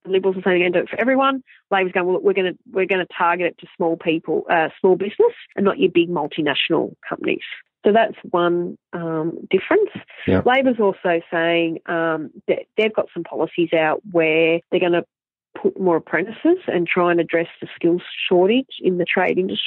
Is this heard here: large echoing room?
no